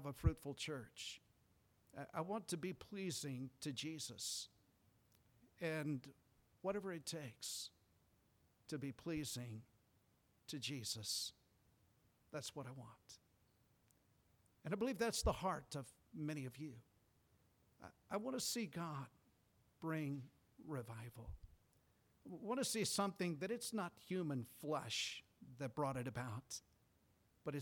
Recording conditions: large echoing room